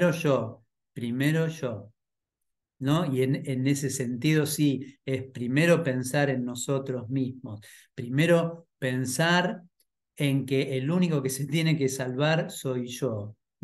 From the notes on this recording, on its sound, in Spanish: Clase en vivo por Zoom desde UCDM Iluminación.